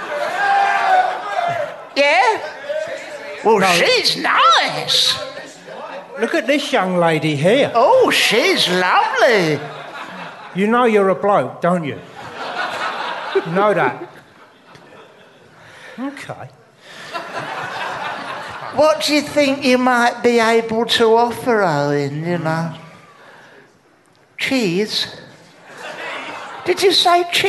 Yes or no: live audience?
yes